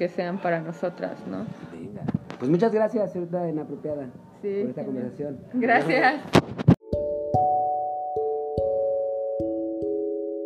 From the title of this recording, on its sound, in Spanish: En Vivo En el Bazar Cannábico en Capitán Gallo